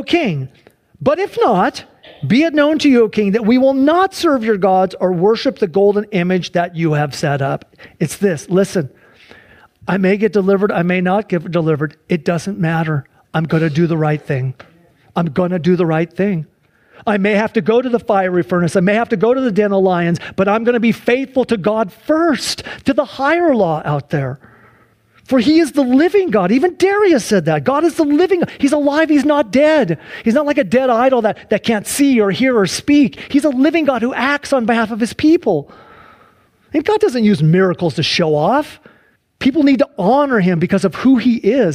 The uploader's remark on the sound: Sunday church service livestream